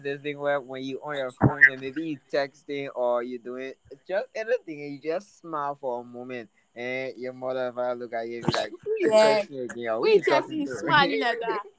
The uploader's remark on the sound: The noises in the background is a living proof that I live in a Liberian home. You can’t avoid the noise!